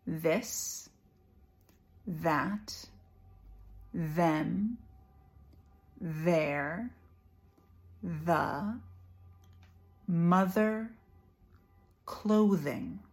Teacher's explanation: You have to touch your tongue to your top teeth. For the voiced TH, you have to turn your voice on.